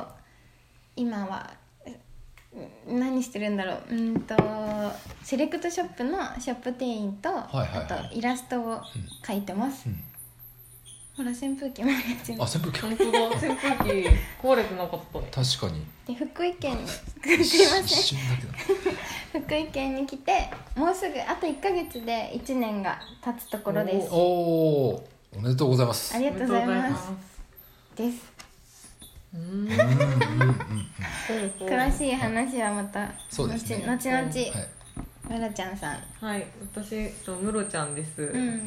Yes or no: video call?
no